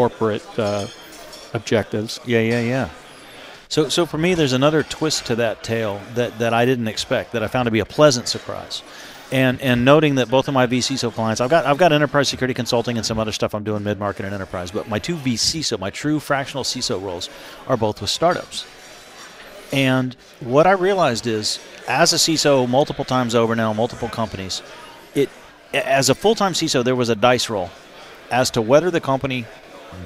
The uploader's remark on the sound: LIVE! at CISO XC